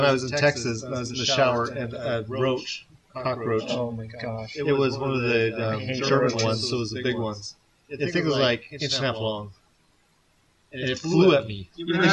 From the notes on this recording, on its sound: Sorry for the bad audio this week, my new mixer is on its way.